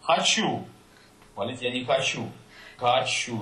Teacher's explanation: before the stressed syllable, a lot of times it's going to be almost a real A · Term: unbetonte O